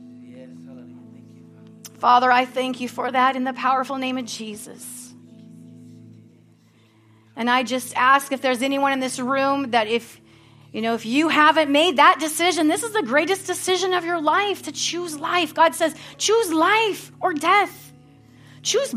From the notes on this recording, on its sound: at Harvest Bible Church in Stockton, California.